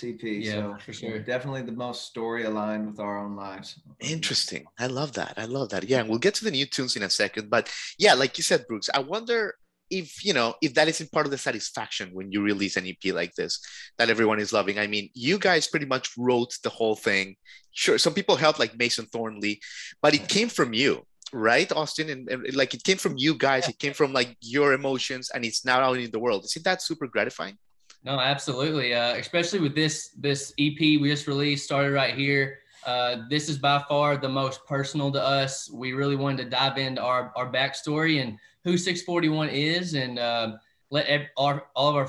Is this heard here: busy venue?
no